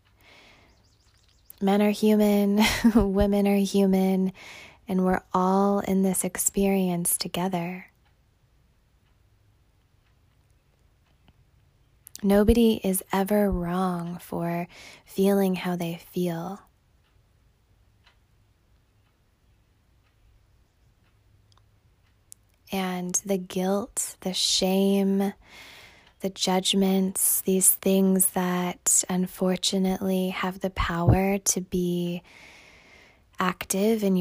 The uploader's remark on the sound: A human with a phone recording this Podcast for you right now.